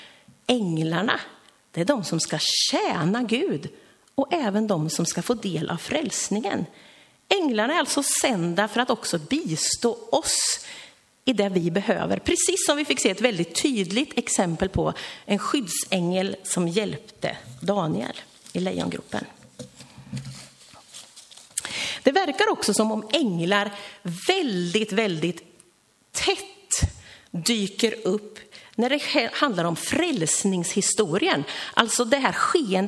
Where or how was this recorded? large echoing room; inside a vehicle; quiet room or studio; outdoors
large echoing room